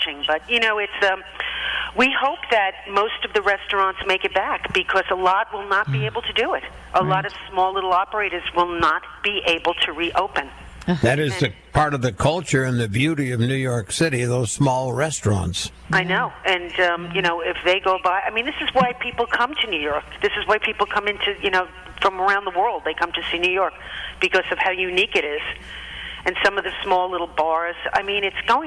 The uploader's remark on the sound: checked in on the star phone